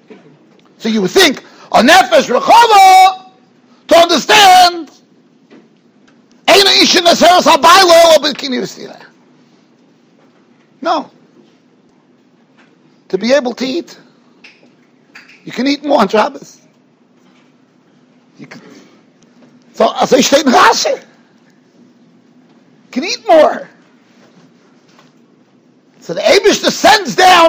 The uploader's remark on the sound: Shiur recorded in Yeshivas Ohr Reuven, Monsey, NY.